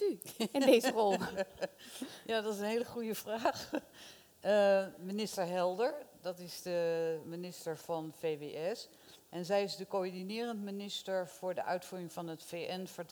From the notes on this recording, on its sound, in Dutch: Deze bijzondere aflevering werd live opgenomen vanuit De Grote SamenSpeeldag 2023!